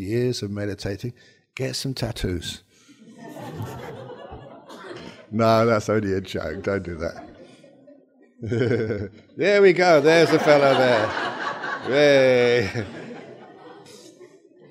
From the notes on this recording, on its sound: This was recorded at the Vesak Retreat Day at BSV on 27 May 2019.